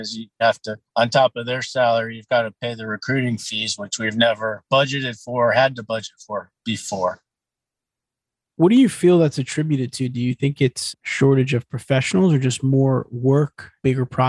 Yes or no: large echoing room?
no